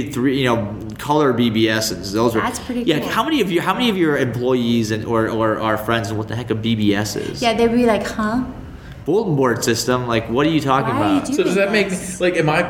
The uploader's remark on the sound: Live once again from Enfuse Conference 2017 in Las Vegas. Live once again from Enfuse Conference 2017 in Las Vegas.